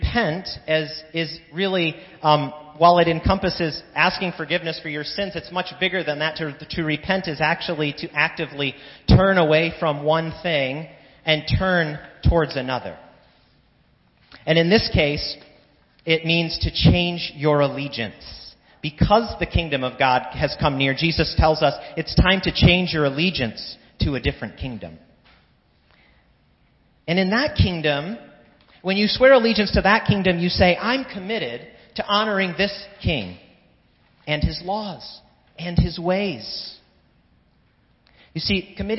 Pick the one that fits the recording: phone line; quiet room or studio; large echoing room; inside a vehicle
large echoing room